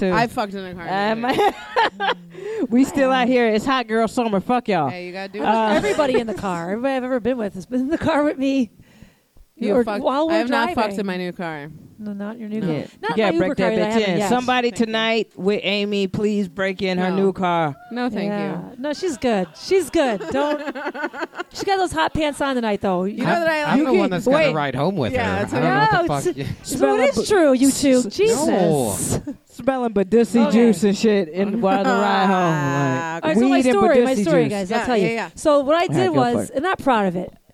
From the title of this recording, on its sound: Live at Jo's